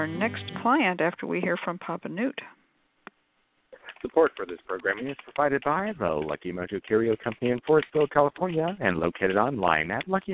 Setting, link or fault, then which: link, phone line